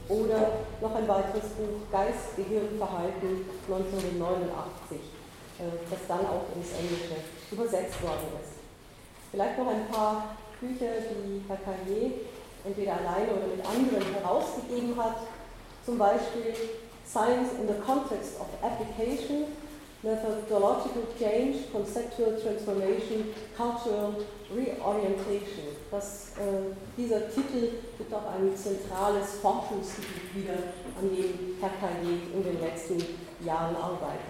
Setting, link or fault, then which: setting, large echoing room